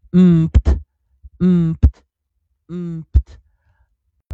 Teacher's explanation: 嘴巴闭合啊，用点鼻音的“嗯”，然后再“噗”这个啊，清辅音出来